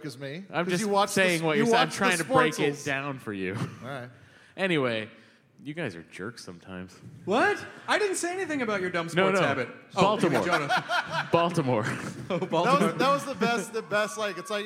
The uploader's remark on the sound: Recorded LIVE in DC. About 700 people showed up to this one and it was a BLAST and a half.